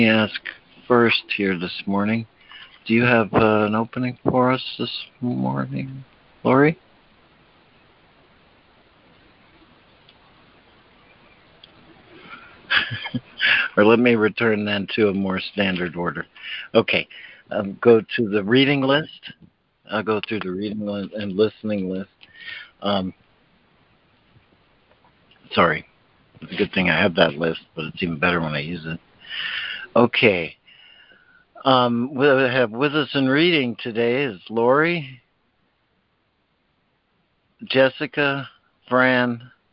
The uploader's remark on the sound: ACIM Daily Conference Call.